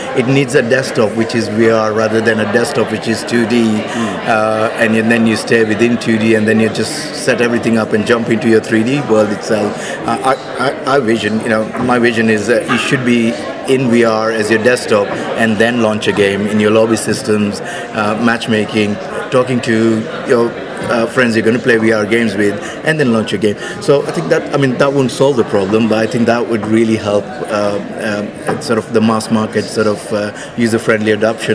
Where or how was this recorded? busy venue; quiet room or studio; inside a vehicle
busy venue